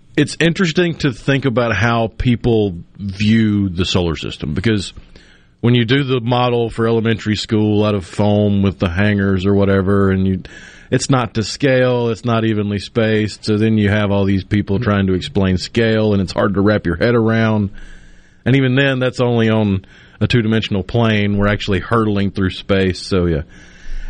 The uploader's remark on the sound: Joins the conversation by phone. Joins the discussion by video.